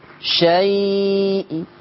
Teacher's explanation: لما تيجي تعملي الروم ما تعمليش سكتة بين الياء والهمزة يعني ما تقوليش ايه شيء لا ما تعمليش فاصل ما تفكليش الياء عن الهمزة شيء خلاص اكملي يعني هي تبقى شيء ايوه بس اخفضي صوت الكسر حاضر أجيبها بالإشباع بعد كده؟